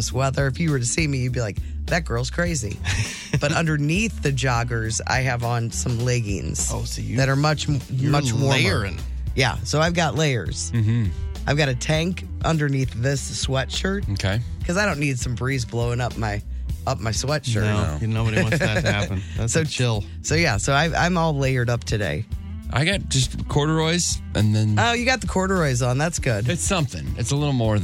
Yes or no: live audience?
no